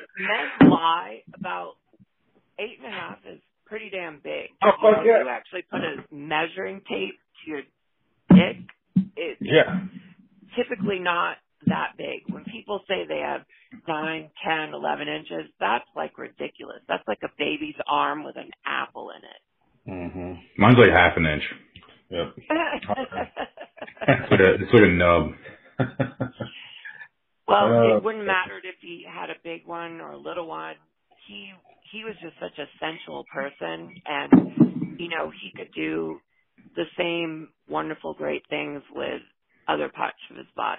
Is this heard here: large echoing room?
no